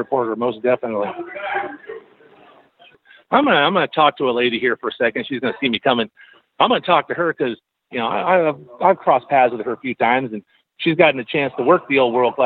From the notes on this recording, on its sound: Live and on the scene at the Pro Wrestling Hall of Fame & Museum in Wichita Falls, Texas for the Big Hall of Fame Class of 2019 Induction Weekend festivities.